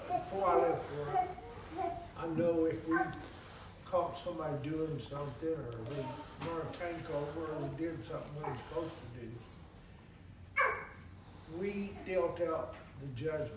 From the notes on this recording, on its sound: Sermon preached at Mid County Baptist Church